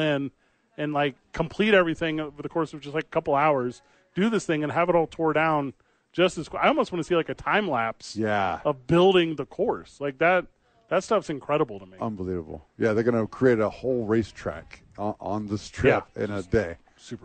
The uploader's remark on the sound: The bois are live from THE YMCA talking bare knuckle boxing and preseason NFL.